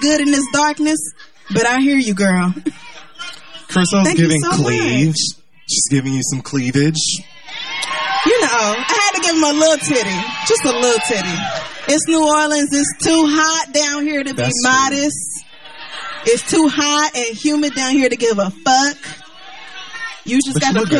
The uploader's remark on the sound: We go live in New Orleans for Essence Fest 2018.